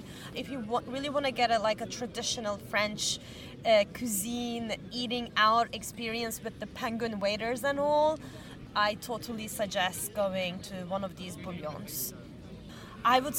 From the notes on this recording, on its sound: We recorded this episode on 2 October 2023, at Parc du Champs de Mars. We recorded this episode on 2 October 2023, at Parc du Champs de Mars.